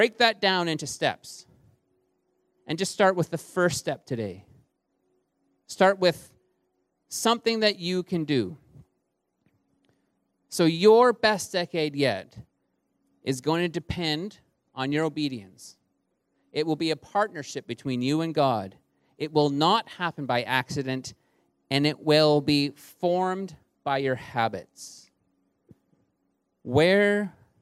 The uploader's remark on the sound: Recorded on January 12, 2020 at THRIVE Church Vancouver, Canada